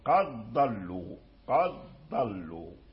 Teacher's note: الجهر، منها يعني أمور كثيرة، اشترك الضاد مع الدال، ومنها الشدة، الدال شديد والضاد كذلك يعني شديد، ومنها الجهر، الدال مجهور والضاد أيضا فيه صفات الجهر